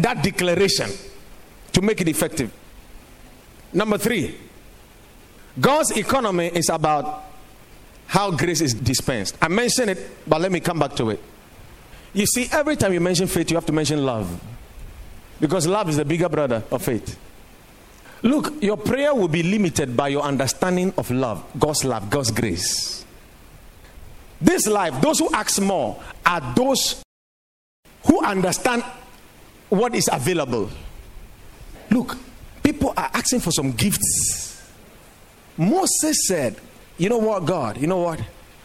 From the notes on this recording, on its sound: Preached at the Watered Garden Church